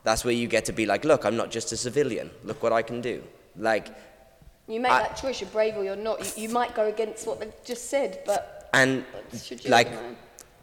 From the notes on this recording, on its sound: At The Ins And Outs easter intensive we had a Q&A